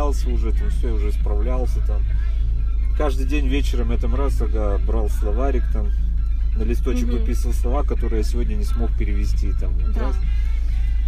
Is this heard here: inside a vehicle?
yes